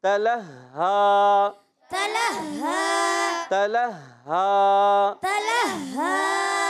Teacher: ہا کی ادائیگی حلق کے نیچے والے حصے سے. اور یاد رکھیں جب ہا کی ادائیگی ہو رہی ہو تو آپ نے ایک چیز کا خاص خیال رکھنا ہے کہ ہا ہا سے نہیں بدل جائے.